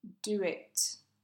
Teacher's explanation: do it, with a w between do and it · Term: vowel plus vowel links